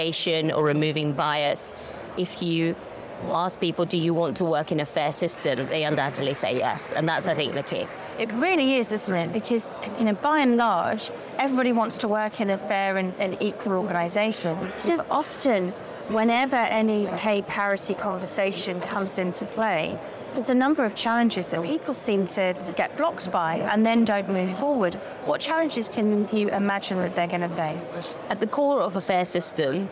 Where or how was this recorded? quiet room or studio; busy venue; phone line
busy venue